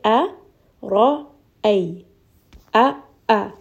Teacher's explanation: a hamza comes from the throat and it's going to come from the lower throat. So as we are saying this letter, we do want to make sure that there is a little bit of sharpness and a little bit of jerkiness as we are saying this letter. · you can kind of hear that it's echoing a little bit in the throat. You can feel a little bit of movement, almost like a hiccup.